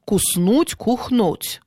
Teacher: В некоторых районах вместо звука «с» может произноситься «х».